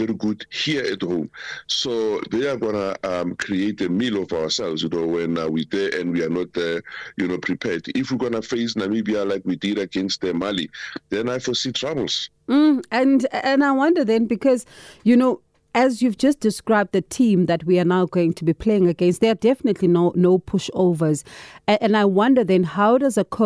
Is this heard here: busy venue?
no